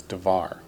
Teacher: Because Devar has two A vowels when it's word, when it's word of. That first vowel becomes a shava and becomes real short. So instead of davar, it's devar.